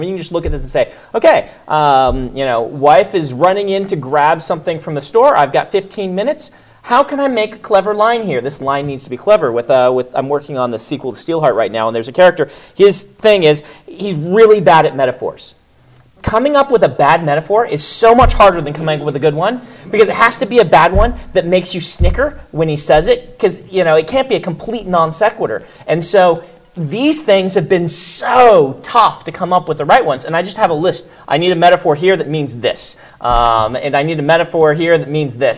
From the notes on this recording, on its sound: Before a live audience at GenCon Indy.